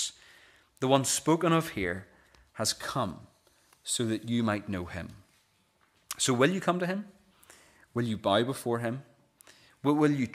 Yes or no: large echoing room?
yes